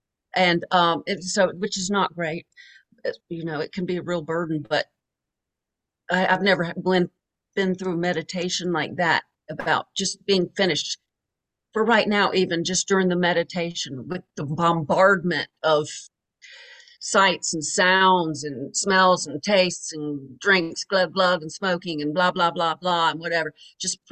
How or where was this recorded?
video call